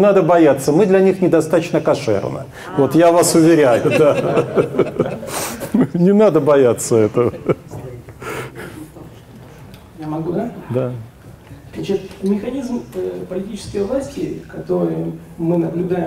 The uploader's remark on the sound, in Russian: Публичная лекция